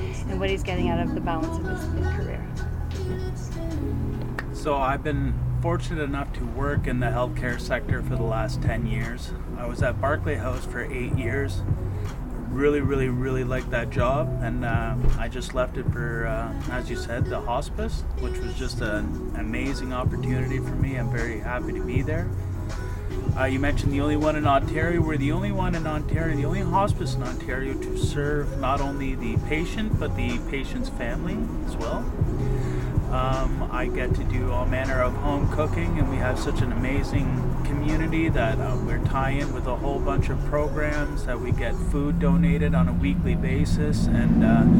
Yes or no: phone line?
no